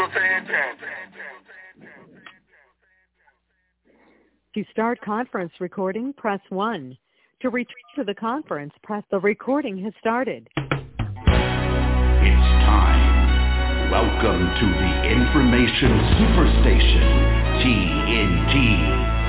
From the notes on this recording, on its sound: TNTSuperfantastic Conference Call.